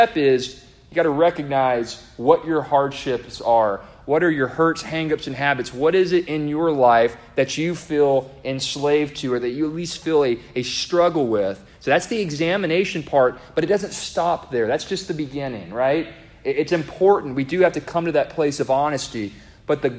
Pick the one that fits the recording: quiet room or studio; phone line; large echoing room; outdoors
large echoing room